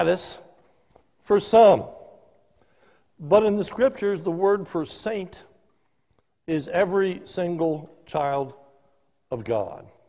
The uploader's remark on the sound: This sermon was recorded live at the Lebanon Bible Fellowship Church in Lebanon, PA during the evening service